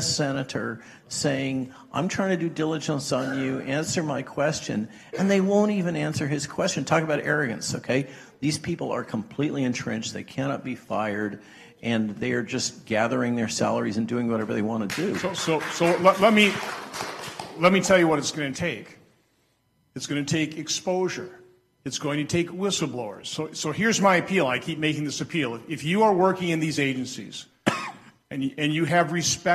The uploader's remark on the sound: a live event at Hillsdale College in Washington D.C.